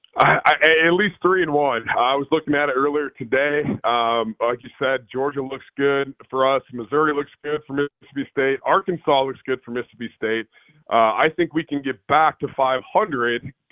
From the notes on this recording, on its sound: On the Farm Bureau guest line. Now live in the BankPlus Studio.